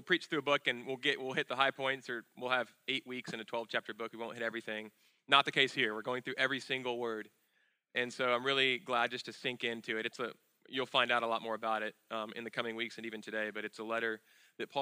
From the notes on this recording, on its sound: At Sojourn Galleria Church.